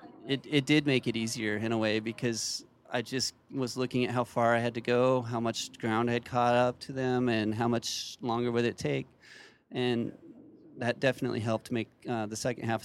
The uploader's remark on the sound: Live at Bennidito's Pizza in Spokane, WA